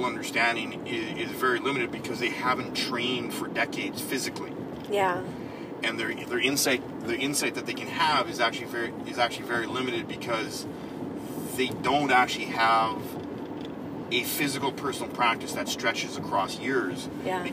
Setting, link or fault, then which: setting, inside a vehicle